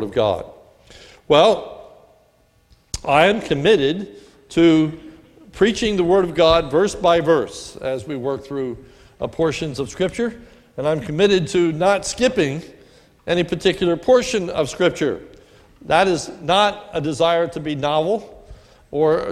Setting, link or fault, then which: setting, large echoing room